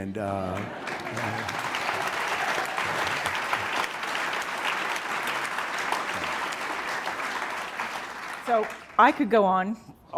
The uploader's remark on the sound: Taped in June before a live audience at Aspen Ideas: Health, part of the Aspen Ideas Festival, in Aspen, Colorado.